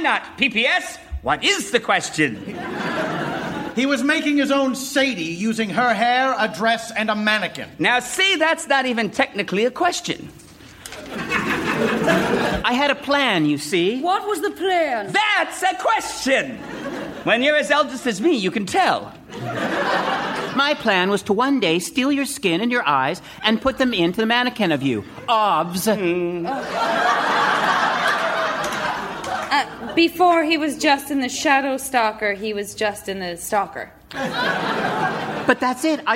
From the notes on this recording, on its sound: Recorded Live 8/6/2011 at Largo, Los Angeles.